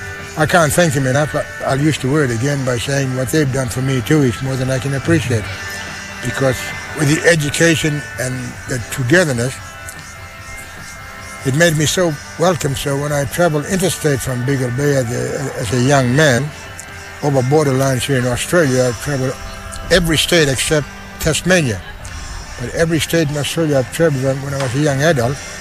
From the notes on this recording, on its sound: LIVE Outside Broadcast at the Stolen Generations Kullarri NAIDOC open day